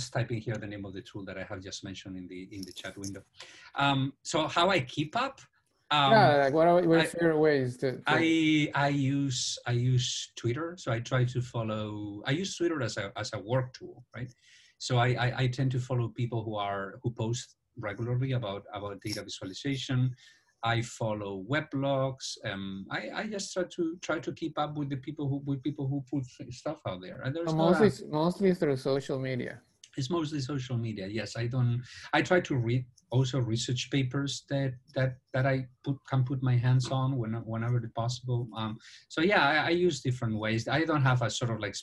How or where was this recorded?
video call